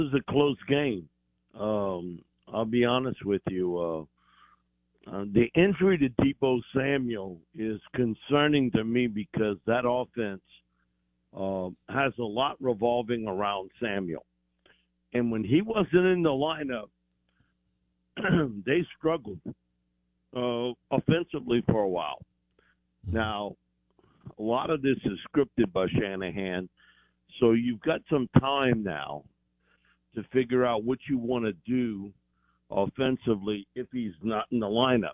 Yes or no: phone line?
yes